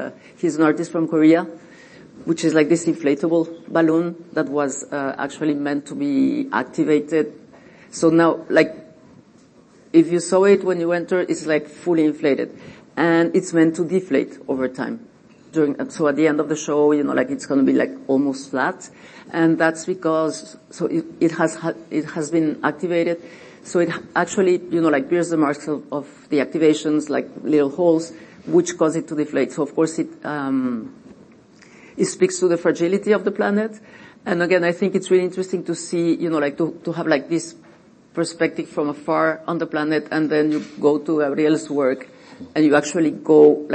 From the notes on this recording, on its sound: On site at Art Basel Miami Beach 2023